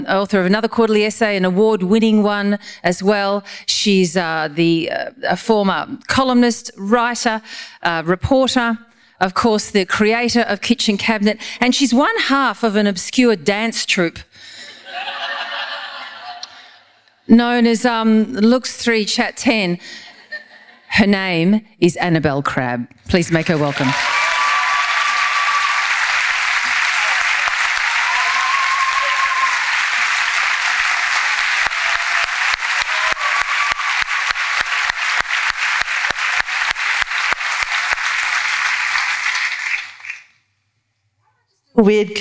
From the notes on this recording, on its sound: This is a live recording from our event.